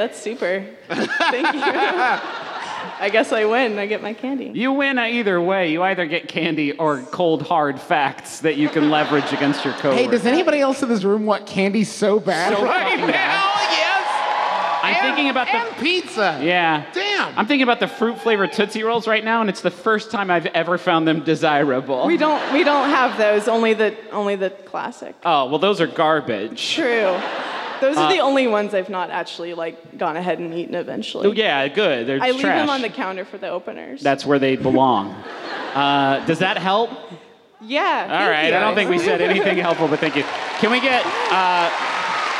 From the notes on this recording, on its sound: We apologize to the city of San Jose for how many pranks we did on this episode, in which we celebrated the Great Pranking Day while recording a live show.